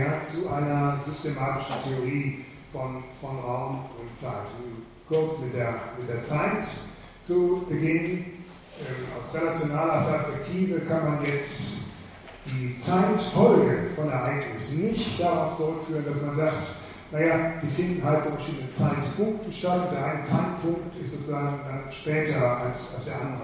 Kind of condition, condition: setting, large echoing room